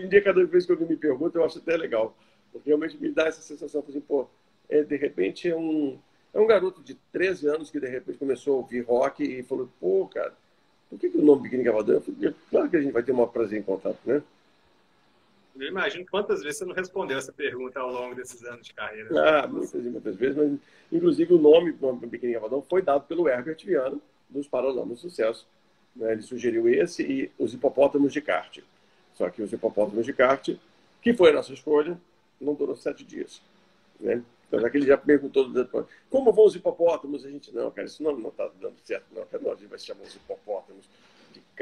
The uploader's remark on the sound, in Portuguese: ao vivo no Instagram da Alvorada FM